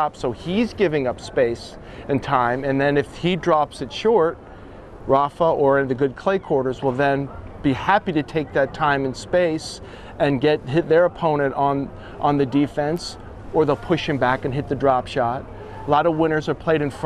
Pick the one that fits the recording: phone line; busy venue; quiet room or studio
busy venue